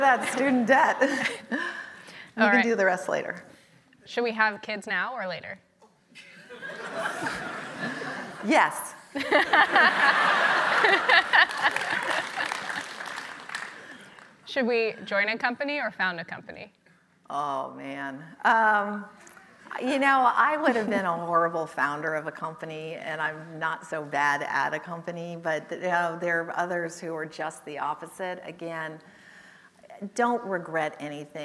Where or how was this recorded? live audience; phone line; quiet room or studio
live audience